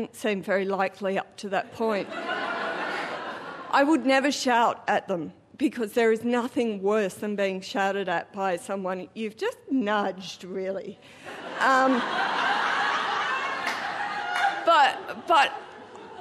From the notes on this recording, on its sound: Recorded live at the Arthouse Hotel, Sydney.